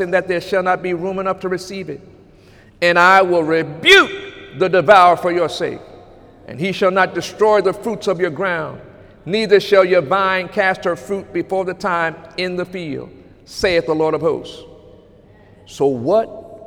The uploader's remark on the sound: During Sunday morning service on August 26, 2018